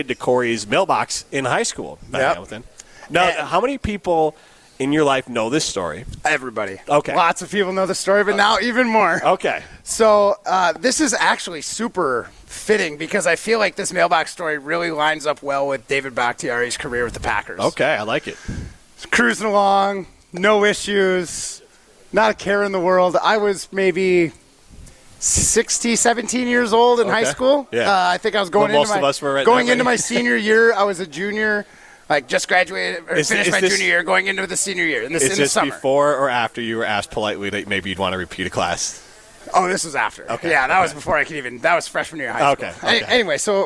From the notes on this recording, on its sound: broadcast live from Chalmers Jewelers in Middleton